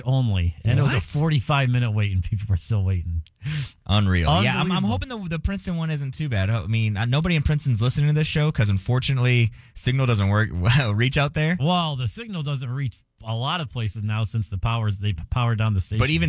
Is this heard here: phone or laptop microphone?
no